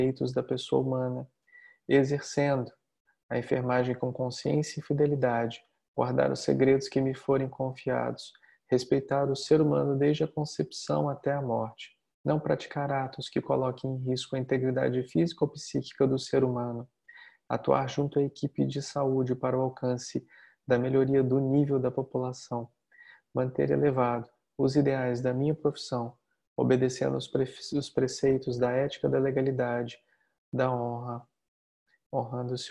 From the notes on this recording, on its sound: Online via Zoom